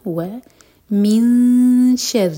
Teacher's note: ومن شر النفاثات في العقد ومن شر حاسد إذا حسد ومن شر النفاثات في العقد ومن شر حاسد إذا حسد ومن شر النفاثات في العقد ومن شر حاسد إذا حسد إندونو آية تميرونز واو كيلي هوت كول و من شر اخفاء کریں گے شین کے لیے شین کے لیے زبان تیار کریں گے نون کی آواز کو چھپائیں گے اور 2 سیکنڈس کا ٹائم دیں گے